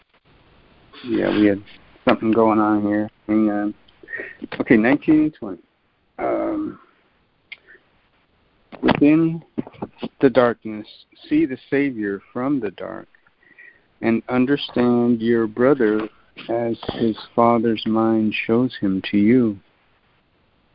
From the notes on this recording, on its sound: ACIM Daily Conference Call